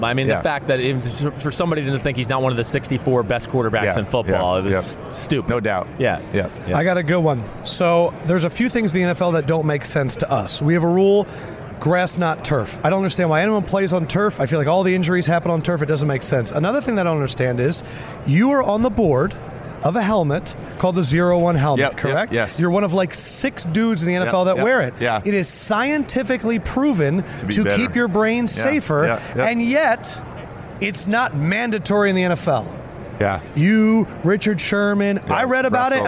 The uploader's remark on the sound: from Radio Row